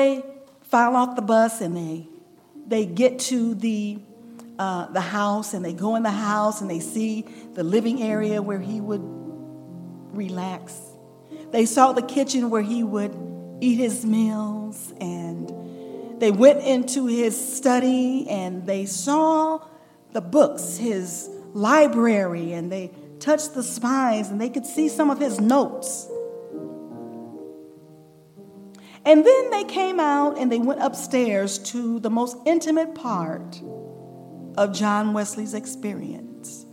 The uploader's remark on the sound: recorded June 2, 2023, at Ringgold SDA Church.